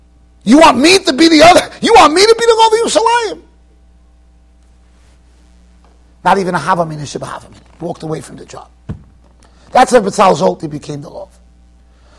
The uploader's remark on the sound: Shiur recorded in Yeshivas Ohr Reuven, Monsey NY.